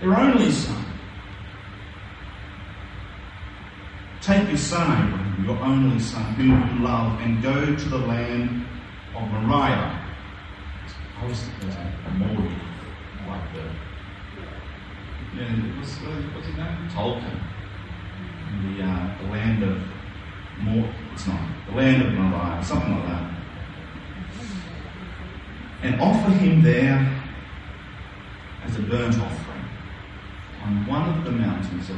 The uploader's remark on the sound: A few audio problems this week, but we got there in the end.